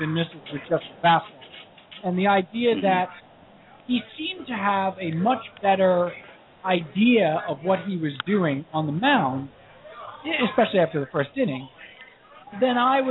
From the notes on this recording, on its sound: LIVE at Blue Haven in NYC. With Game 7 of the NBA Finals in the backdrop.